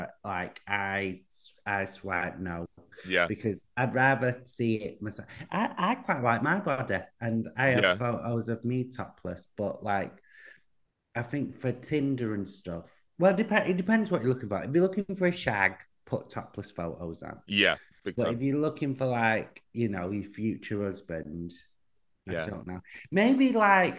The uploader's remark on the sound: Zoom Special